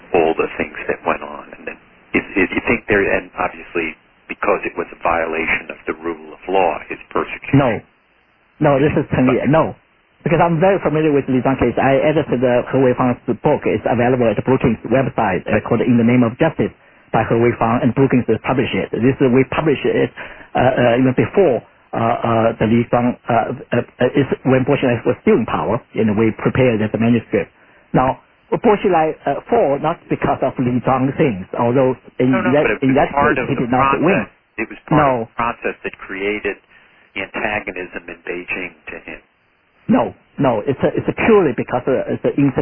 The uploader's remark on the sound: Conference Call